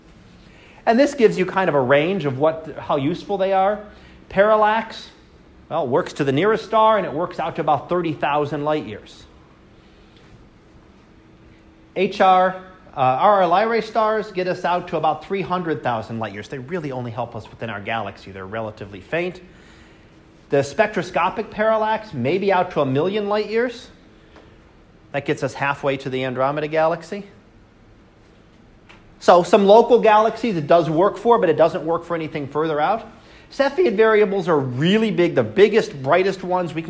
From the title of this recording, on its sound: Live Class Lecture